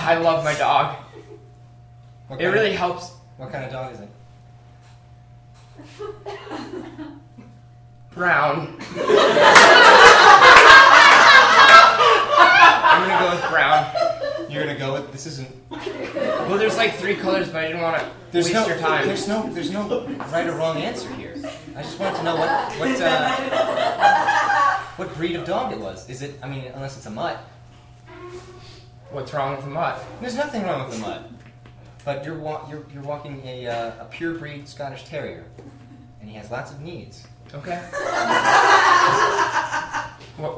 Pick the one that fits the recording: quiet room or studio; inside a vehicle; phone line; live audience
live audience